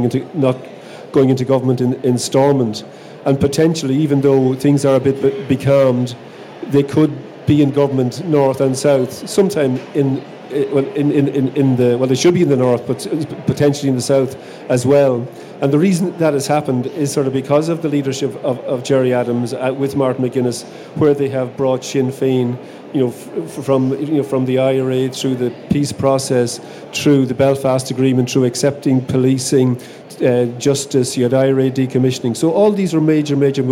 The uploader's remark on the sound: Live at the Sinn Féin Ard Fheis. Inside Politics returned to the RDS on Saturday for the final stop on our tour of party conferences.